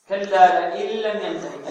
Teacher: النون في كلمة لئن أدغمت اللام التي بعدها إدغاما بغير غنة